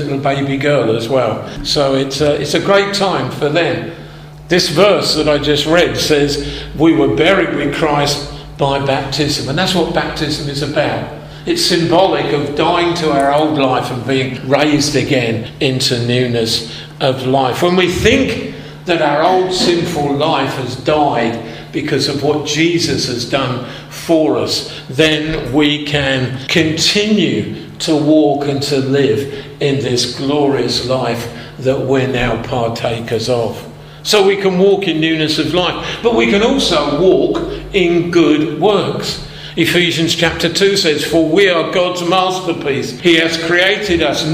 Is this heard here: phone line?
no